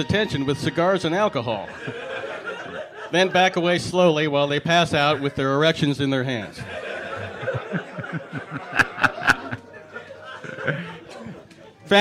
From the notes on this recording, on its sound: this live show at UCB LA